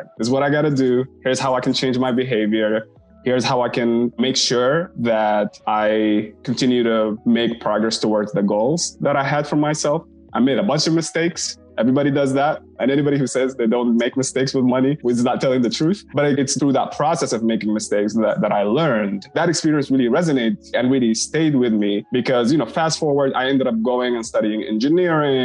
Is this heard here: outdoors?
no